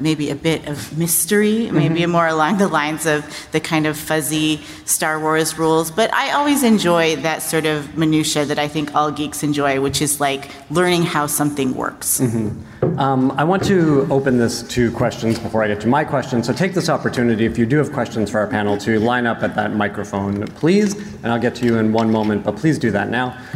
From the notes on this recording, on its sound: Recorded at San Diego Comic Con, July 19, 2019. Writing the Rules of Magic panel.